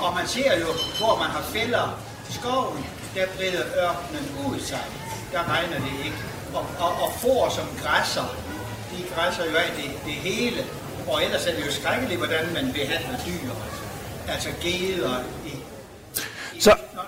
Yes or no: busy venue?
yes